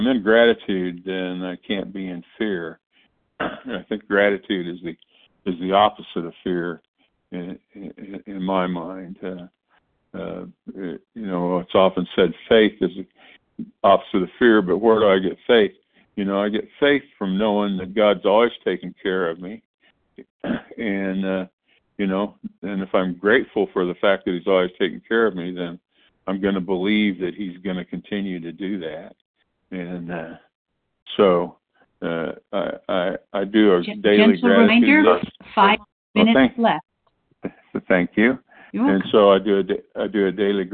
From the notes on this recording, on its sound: 100 Pounders Phone Meeting